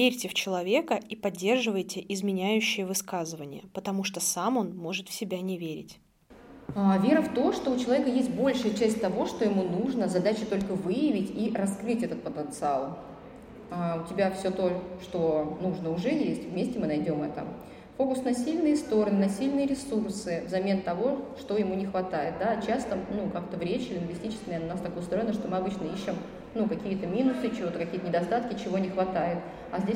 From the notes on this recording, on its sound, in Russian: Мы записали этот эпизод на фестивале психологического просвещения PSYfest, который проходил в Благосфере с 20 по 22 мая 2022 года.